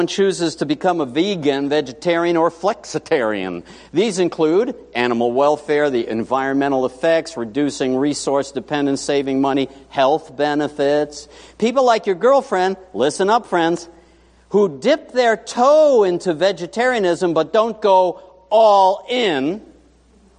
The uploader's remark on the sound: Morning Worship